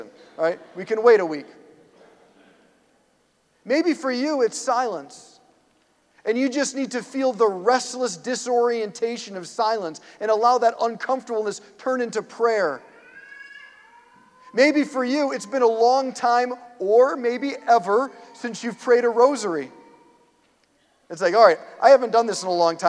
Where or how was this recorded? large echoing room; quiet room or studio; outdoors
large echoing room